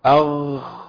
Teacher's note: في الخاء لصارت غين، ايوه بالضبط كده، ولولا الجهر في الغين لصارت خاء